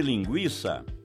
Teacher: No caso de linguiça, trata-se de ditongo, o I, pronunciado de uma só vez.